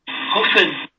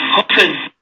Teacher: Das heißt, aus dem, das heißt, aus dem, was vorher ein äh, Teil des F war, wird plötzlich ein P ein relativ einfacher äh, Konsonant, stimmlos. Luft wird einfach einmal durch die Lippen abgeschnitten, das heißt plötzlich Null, und dann werden die Lippen wieder geöffnet · Shown in: second take · Term: Plosivlaut